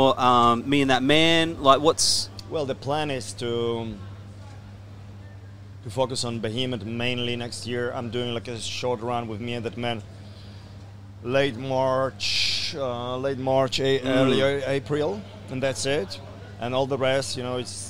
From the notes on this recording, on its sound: at the Good Things Festival in Brisbane